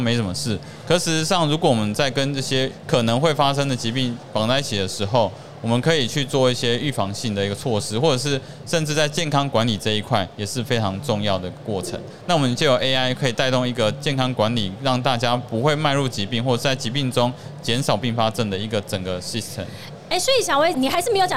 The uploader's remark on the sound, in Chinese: 2022 Medical Taiwan台灣國際醫療暨健康照護展 -Live Podcast